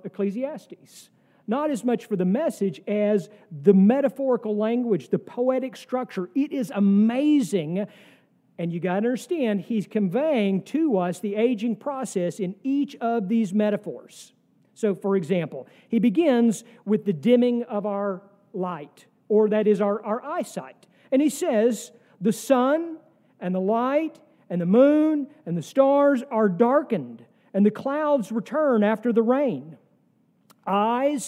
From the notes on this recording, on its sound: sermon from our worship service on October 1, 2023